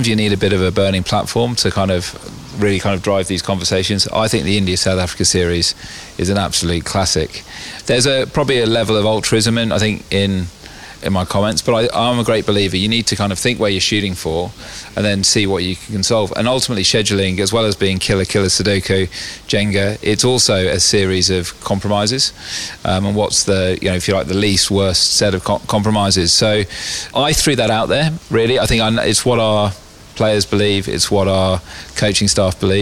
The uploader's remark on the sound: Recorded in the Ladies Stand at the SCG as summer rain fell the day after the Test.